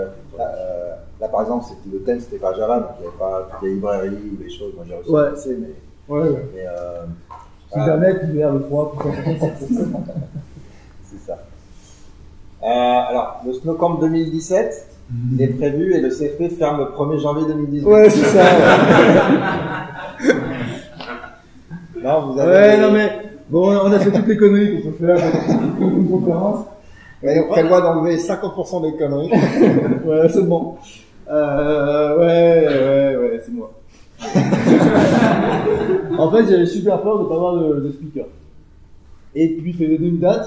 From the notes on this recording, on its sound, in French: Un épisode en direct du Snowcamp 2016 à Grenoble.